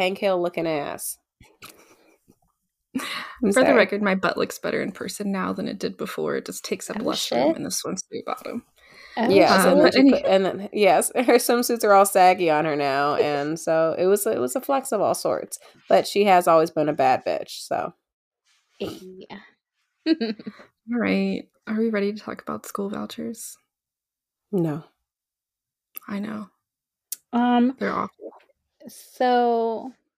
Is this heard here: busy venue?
no